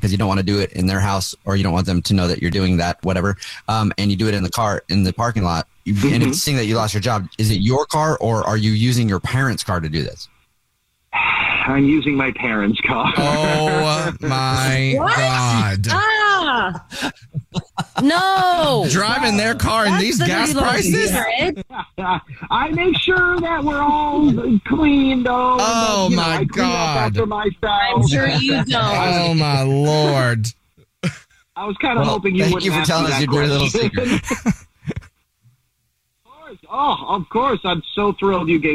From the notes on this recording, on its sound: The man on the phone